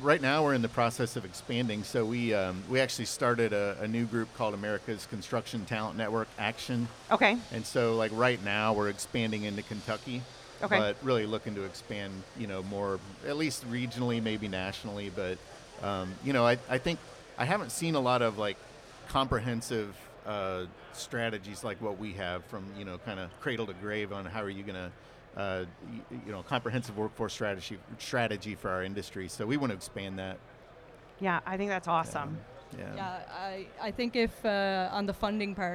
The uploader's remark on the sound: LIVE from The WWETT Show 2024